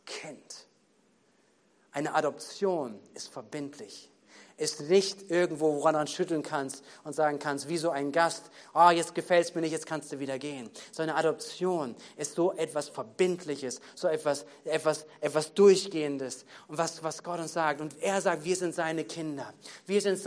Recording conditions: large echoing room